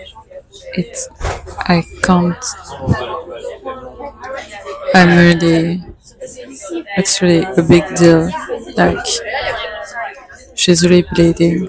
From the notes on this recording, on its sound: Today i was inspired by this cute coffee shop to talk about romantic relationships and it felt so good to record it outside. I let you enjoy all the noises buzzing around because life goes on.